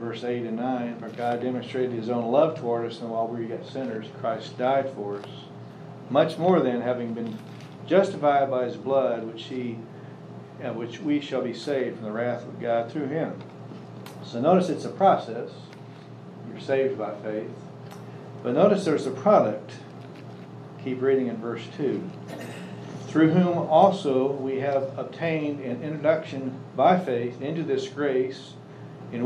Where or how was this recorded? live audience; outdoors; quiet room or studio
live audience